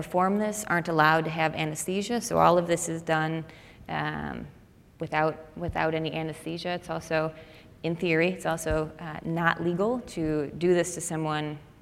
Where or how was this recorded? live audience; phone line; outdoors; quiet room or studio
live audience